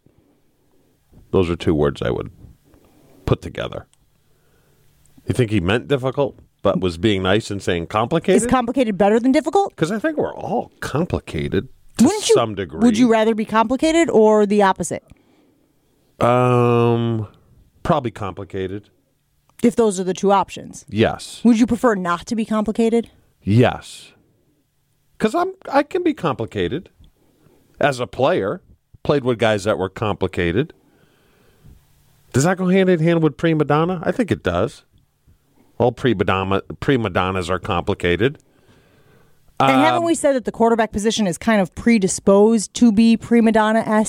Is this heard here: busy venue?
no